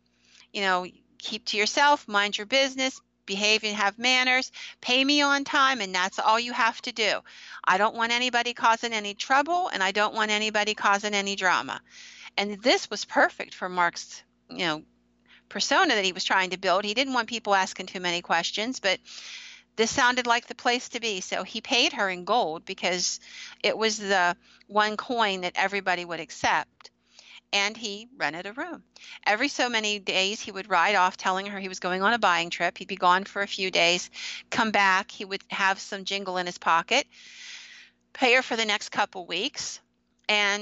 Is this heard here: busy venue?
no